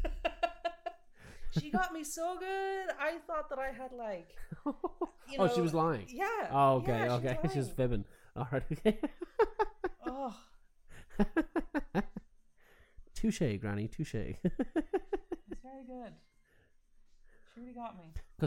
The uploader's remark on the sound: she will be giving me a new tattoo while we record